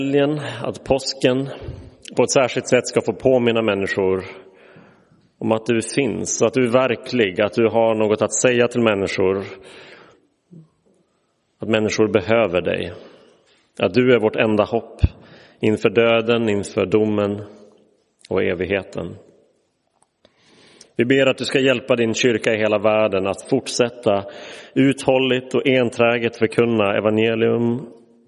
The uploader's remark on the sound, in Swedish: Inspelad i Roseniuskyrkan den 7 april 2023.